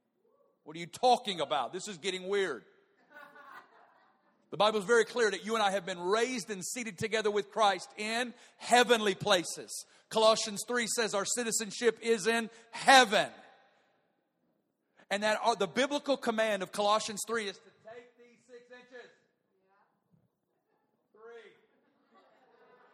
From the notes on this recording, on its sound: Prayer & Prophetic Conference 2017, Session 1.